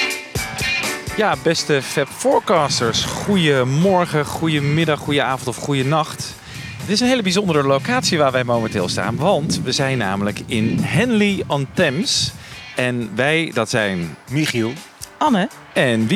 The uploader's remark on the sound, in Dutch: Deze aflevering werd opgenomen bij het toegangshek van Friar Park, het landgoed van die andere George.